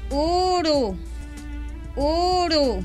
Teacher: Para dizer uru, a vogal é feita com os lábios arredondados, como em português